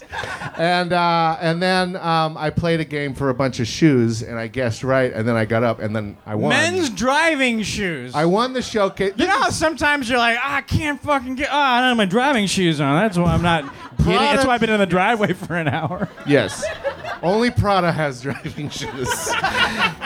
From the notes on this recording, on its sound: These sets from the live show. Enjoy these sets from some of our favorite friends from the February and March live shows!